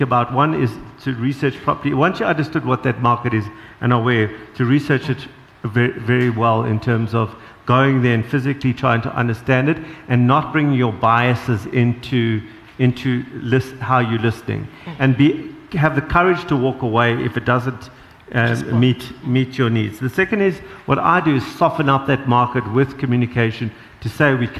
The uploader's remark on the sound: At the BDTV SME Summit that was recently hosted in Joburg, the delegates were given an opportunity to ask the panel any question they wanted to. Open Q & A session.